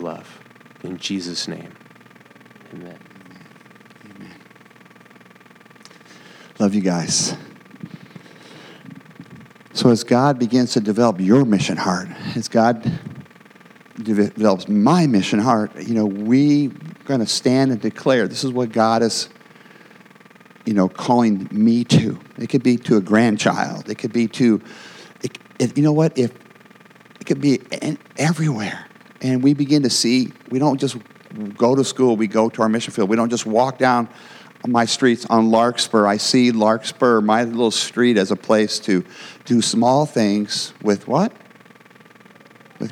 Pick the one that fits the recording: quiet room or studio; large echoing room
large echoing room